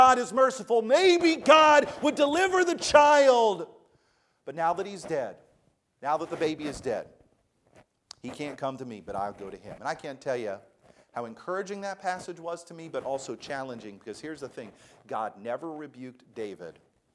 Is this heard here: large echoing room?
yes